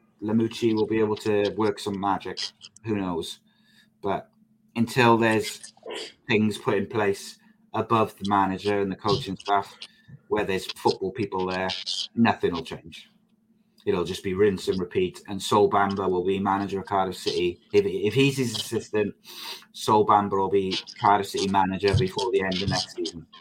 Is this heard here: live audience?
no